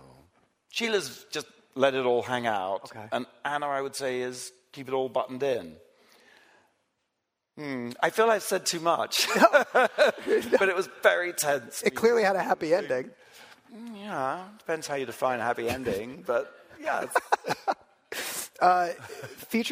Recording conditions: live audience